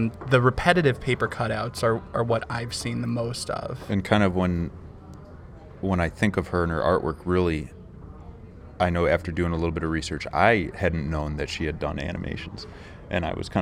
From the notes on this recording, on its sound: we decided to record a quick episode while we were setting up an art show at city hall